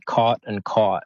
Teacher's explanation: in American English, they would say them, the vowel would be the same. So it would be caught and caught.